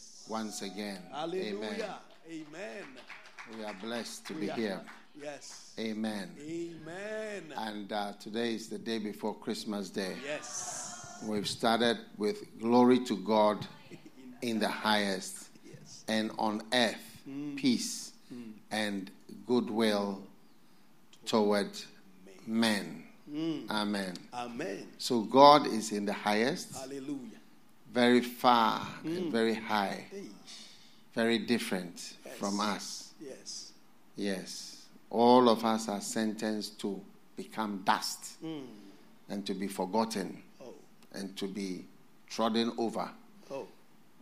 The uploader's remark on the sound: Preached at The FLOW Church Service. First Love Studio.